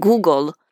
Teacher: jednoducho dávajú tam nakoniec e alebo a, lebo je pre nich naozaj prirodzené končiť to slovo na nie spoluhlásku, ale samohlásku. Ja si vždycky predstavím napríklad, ako oni povedia, že Google.